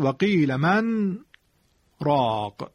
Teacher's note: این سکت میدن و من رو در راق ادغام نمی کنند